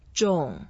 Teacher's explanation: 重 is the fourth tone, so we go down and you can make it slightly longer.